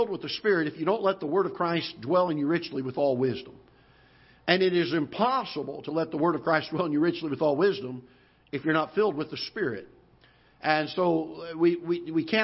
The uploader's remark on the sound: Ketha Heights Baptist Church ~ Live Broadcast